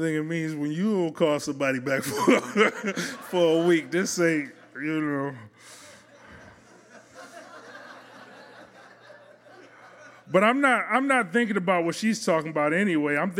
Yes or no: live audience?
yes